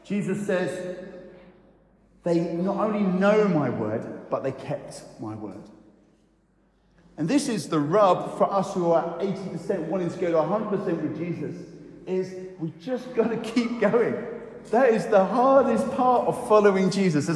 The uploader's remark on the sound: I recorded on Sunday 21 st May an encouraging talk at Newcastle Holy Cross (Fenham)